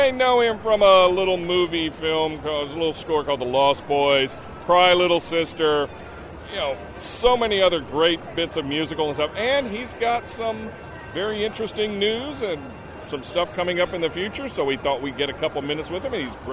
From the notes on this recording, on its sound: interviews from the show floor